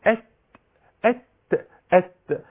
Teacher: أولا مفيش هزة في الأوتار الصوتية، أت أت أت أت أهو هوا بيخرج، أت هوا بيخرج، ده الهوا ده أو النفس اللي بيخرج ده بسميه همس.